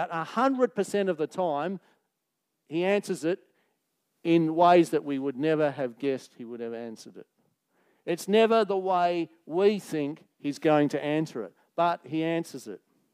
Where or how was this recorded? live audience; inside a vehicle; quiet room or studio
live audience